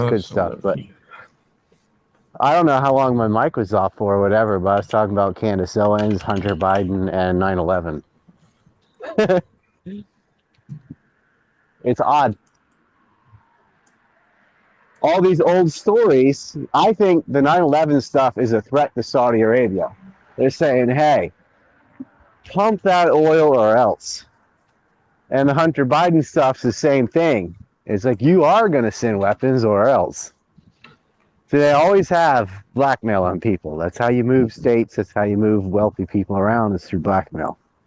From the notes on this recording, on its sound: This was an extra show just shooting the shit in a walk and talk.